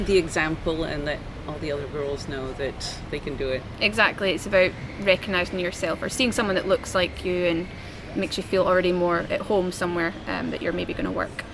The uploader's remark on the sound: Live from the bustling Cannes Film Festival 2022. This was my first ever, in person, live interview and not over Zoom (for once!)...recorded in a slightly noisy hotel restaurant hence the odd clinking noise, or plate clattering.